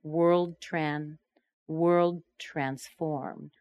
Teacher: the D in world is just a voice version of the T in transform. So the tongue just stays in the same position. We just end the air.